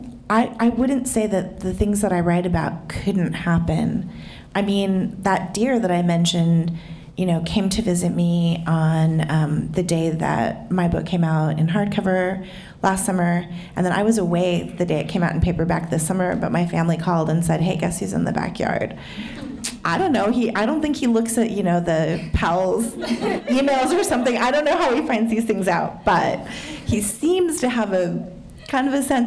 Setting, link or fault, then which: setting, live audience